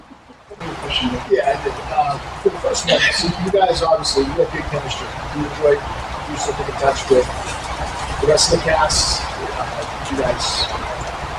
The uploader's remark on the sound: HORROR REALM 2023 PANEL. At Horror Realm Convention 2023.